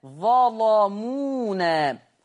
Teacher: خلي بالكم من تغليظ اللام